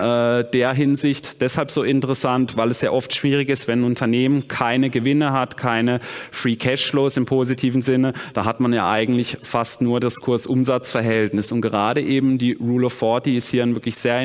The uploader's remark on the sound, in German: Vortrag auf der Invest